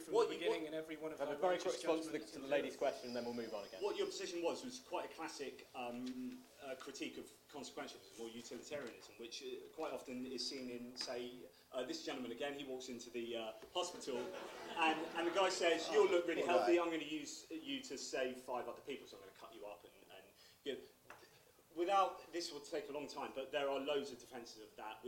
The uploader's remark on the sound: Hosted by Southampton University Debating Society. This isn't my recording and was very quiet, but I've improved the quality somewhat using my Wave Pad editing suite.